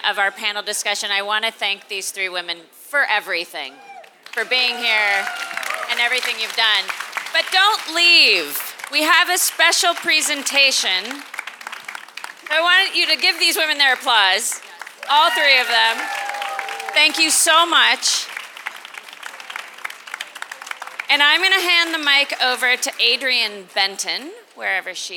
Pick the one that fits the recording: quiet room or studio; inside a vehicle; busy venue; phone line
busy venue